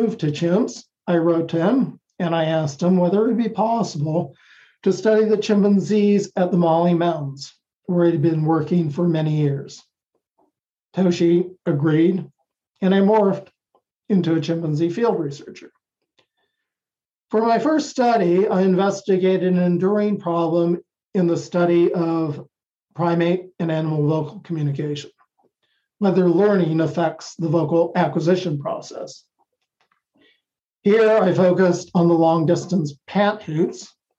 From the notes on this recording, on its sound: The lectures are conducted via Zoom within our CICASP Seminar in Science Communication for graduate students of our program at Kyoto University.